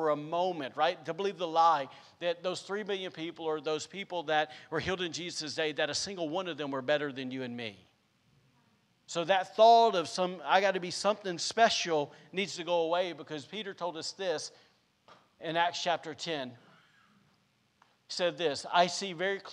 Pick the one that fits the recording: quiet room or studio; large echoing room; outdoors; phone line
large echoing room